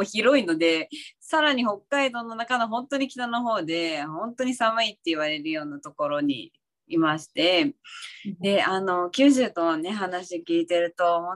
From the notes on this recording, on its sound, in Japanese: 勉強会音声。オンラインで開催している「月イチ勉強会」の音声を特別配信！